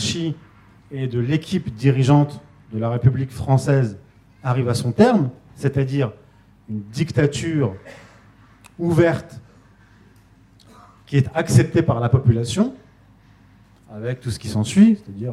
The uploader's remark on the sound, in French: donnée en août 2021 au second Festival de la réconciliation